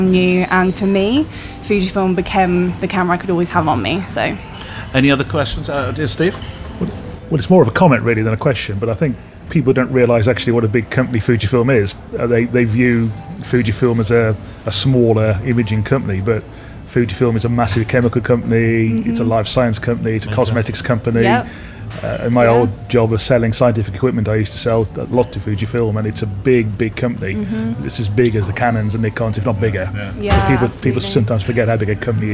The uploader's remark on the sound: The Brighton listener meet up recorded live on location in the south's most vibrant seaside town on the Palace Pier. Those who came to the live show also get a chance to ask questions from the floor.